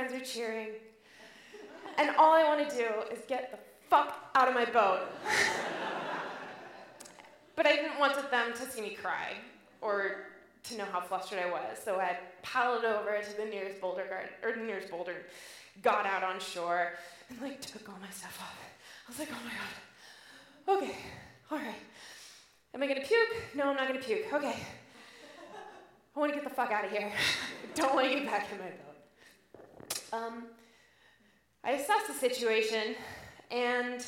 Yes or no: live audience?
yes